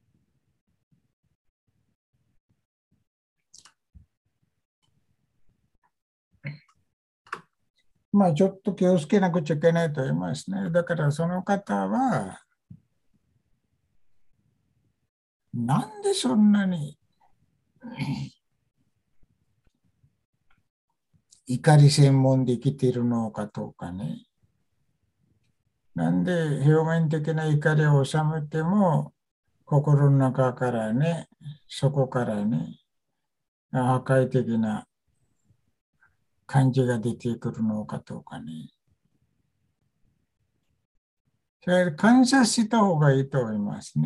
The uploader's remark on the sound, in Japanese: ZOOMでインタビューしました。